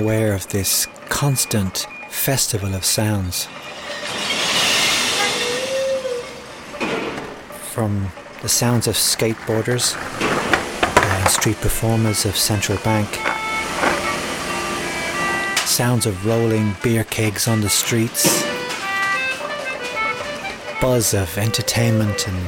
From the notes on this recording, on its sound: Hidden Sounds of Temple Bar. Takes his microphones into Dublin City Centre and the Temple Bar area. (A short Irish documentary commissioned by Made In Temple Bar Festival).